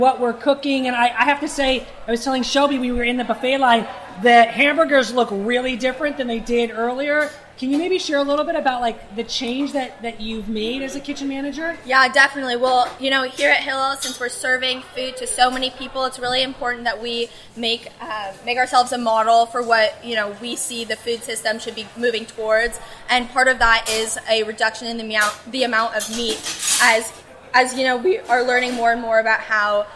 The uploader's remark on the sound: Live from Barbecue! One of Berkeley Hillel's main weekly events: Barbecue!